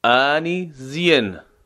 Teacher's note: زین زین یا یک کسره خفیف داده میشه